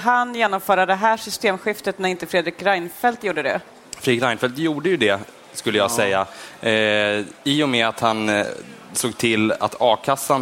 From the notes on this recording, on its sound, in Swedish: Detta avsnitt av Den ideologiska frågan är en livepodd från Almedalen